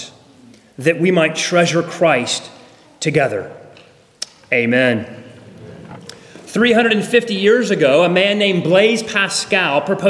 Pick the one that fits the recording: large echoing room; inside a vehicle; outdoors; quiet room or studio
large echoing room